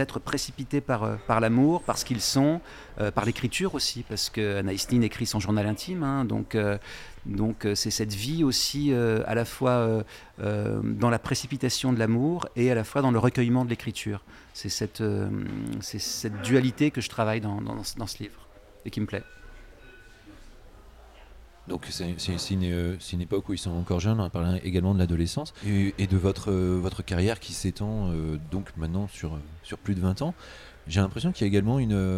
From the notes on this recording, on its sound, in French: Enregistré au bar Le Rouquet 188 Boulevard Saint Germain à Paris (7e).